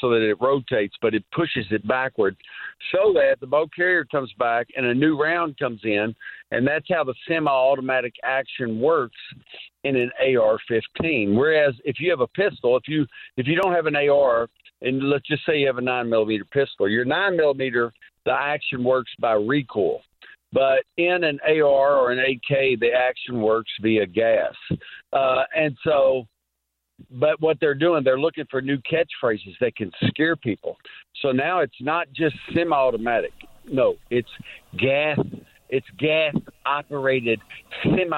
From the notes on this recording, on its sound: calling in live from Japan